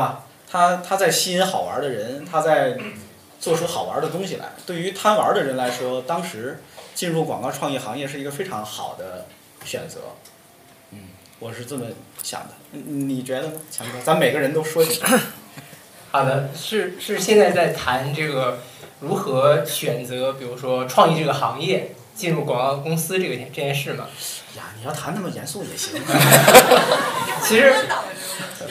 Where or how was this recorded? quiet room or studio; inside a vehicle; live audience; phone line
live audience